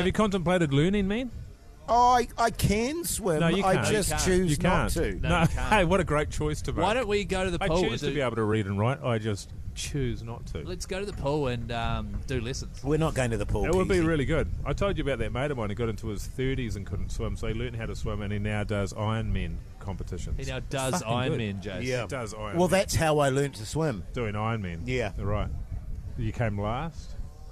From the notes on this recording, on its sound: They're back for 2024 and LIVE from the Hauraki Gulf!